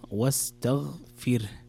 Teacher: لابد أن تكسر الفاء وترقق الراء